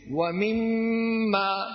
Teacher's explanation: ميم مشددة فيها غنة مقدار حركتين، والحركة كما تعلمون بمقدار ما يقبض الإنسان أصبعه أو يبسطها.